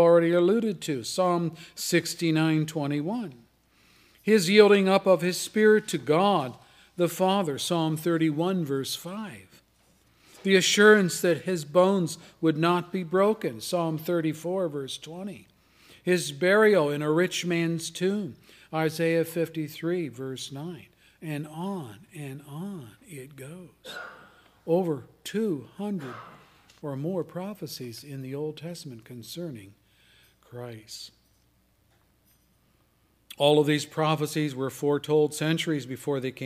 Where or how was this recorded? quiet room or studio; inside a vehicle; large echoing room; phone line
large echoing room